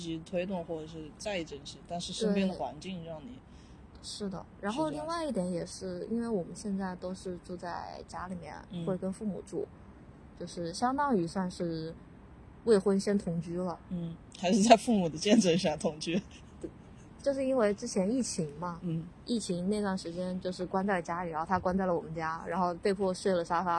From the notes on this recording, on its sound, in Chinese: 因为户外录制的这期，请注意很有可能听到风声车声人生狗叫各种杂音，调音新手的降噪处理不是很成功还请见谅。